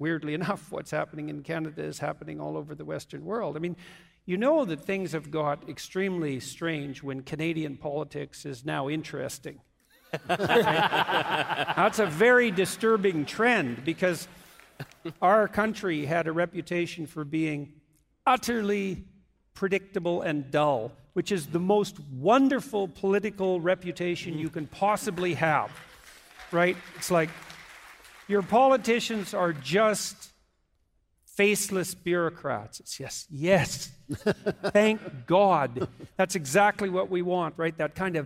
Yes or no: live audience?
yes